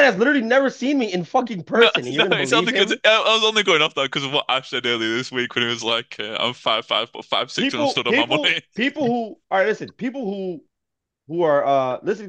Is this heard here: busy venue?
no